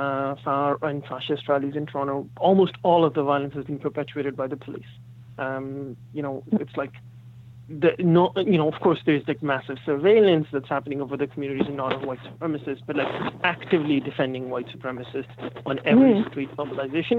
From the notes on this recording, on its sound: got together by phone